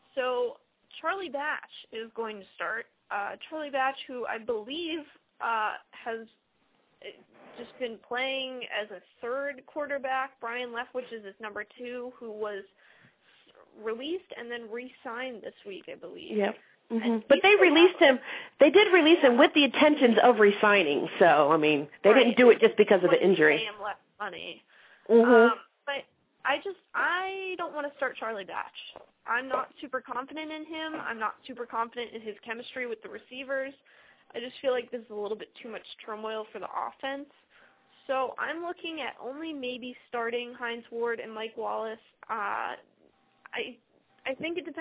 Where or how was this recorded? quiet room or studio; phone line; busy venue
phone line